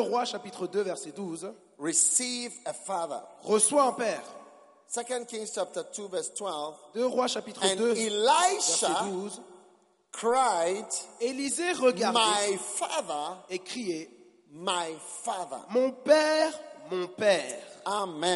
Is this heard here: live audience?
yes